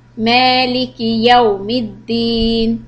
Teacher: Because this is long, the sound, there's a Kari Zabar, or a little alif after the meme. This is meh, long sound. Two harakat long.